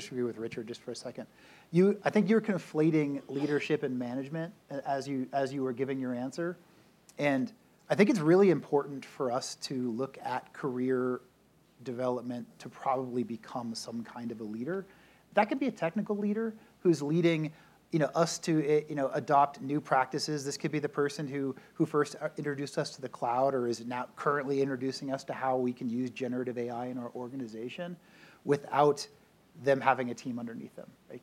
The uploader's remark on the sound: SecureWorld Closing Keynote. Participated in the closing keynote at SecureWorld Denver. This panel was recorded and is being shared here.